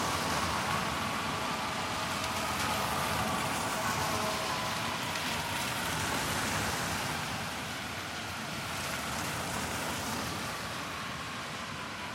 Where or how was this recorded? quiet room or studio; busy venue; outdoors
outdoors